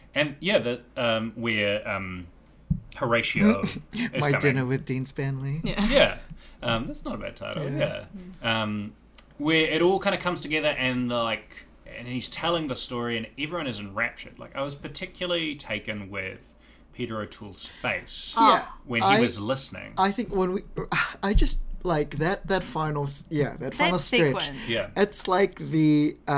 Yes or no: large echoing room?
no